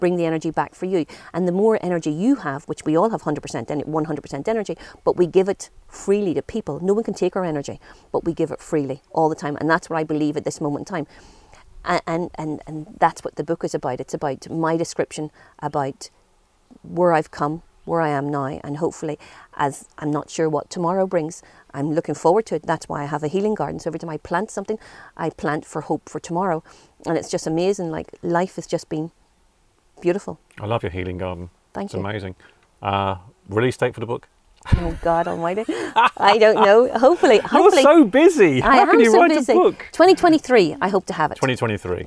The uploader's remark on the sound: On this episode I travel just outside Clonmel to gorgeous Goatenbridge. Recorded in her Healing Garden.